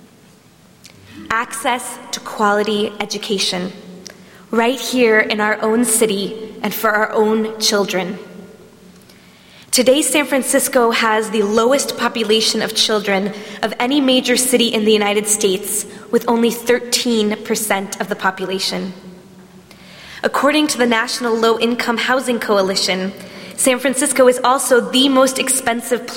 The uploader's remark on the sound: at Temple Emanu-El in San Francisco, CA.